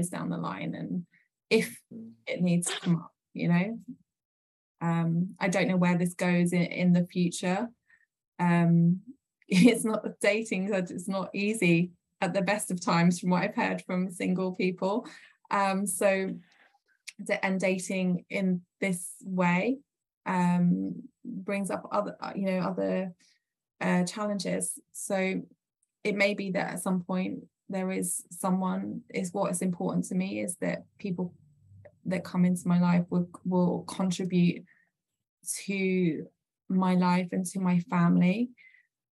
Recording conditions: video call